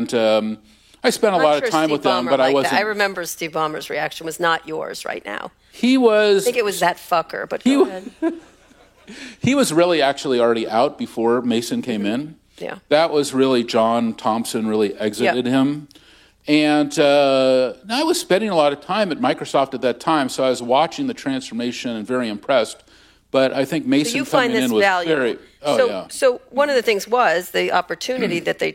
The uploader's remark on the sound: Recorded at the Upfront Summit on March 2, 2023.